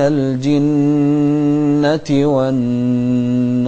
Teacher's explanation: والراعي أن نساوي في المقادير، في من الجنة والناس نوحد المقدار في النون المشددة في كلمة الجنة والنون المشددة في كلمة الناس. من الجنة والناس، ما نسرع في المقدار.